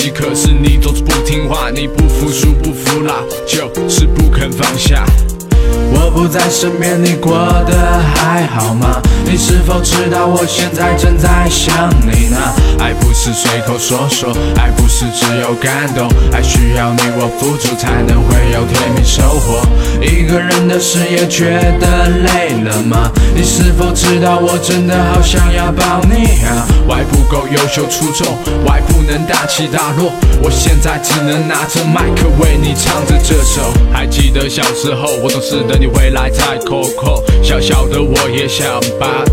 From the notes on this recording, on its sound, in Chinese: 因为也是在星巴克录制的，回过头我听了几次，总觉得环境也是有些许的吵杂。环境略有吵杂。